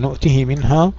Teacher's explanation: المهم يعني المقصود هنا بالإشباع أنه يضع ياء يصلها بياء أو بواو إذا كانت مضمومة. والقصر المقصود به أنه لا يصلها بواو ولا بياء، بس يضم أو يكسر.